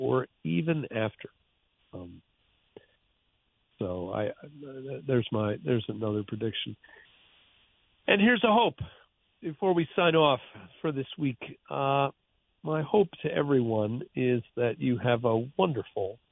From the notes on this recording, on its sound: Listener Phone Calls. Then, he takes calls from the listeners to close out the week.